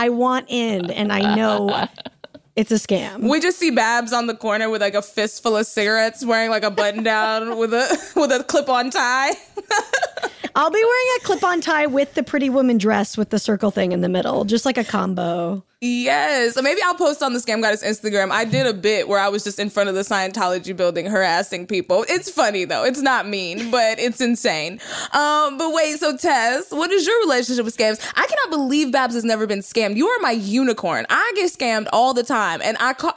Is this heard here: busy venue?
no